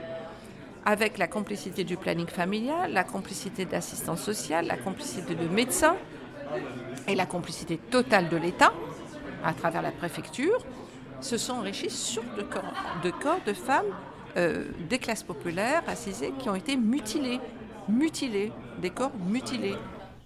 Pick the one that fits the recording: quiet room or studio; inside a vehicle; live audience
live audience